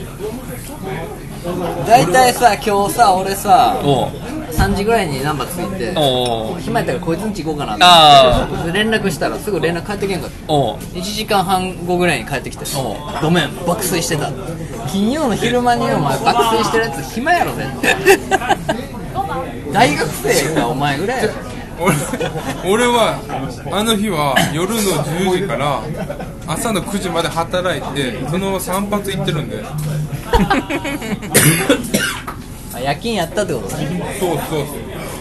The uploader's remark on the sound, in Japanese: 引き続き焼き鳥屋での収録。音量バランスが崩壊しており。